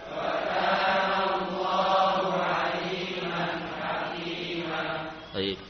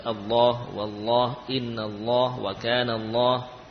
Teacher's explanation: Ini lafadz Allah yang sebelumnya fathah, maka lam dibaca tebal.